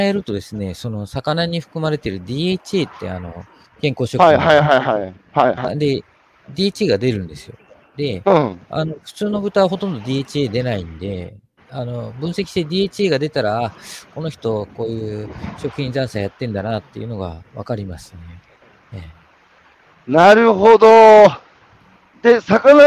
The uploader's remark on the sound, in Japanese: 歩きながら1時間、対談する。